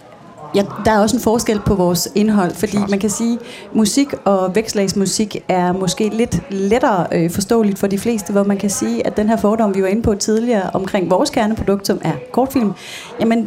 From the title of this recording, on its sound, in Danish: Live fra Kulturmødet på Mors